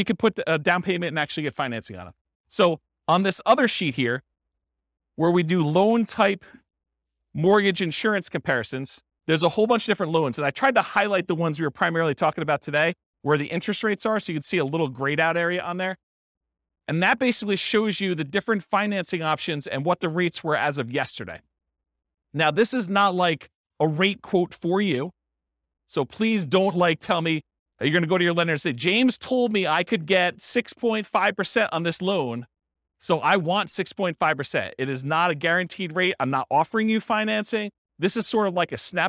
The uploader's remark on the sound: This was a live class recorded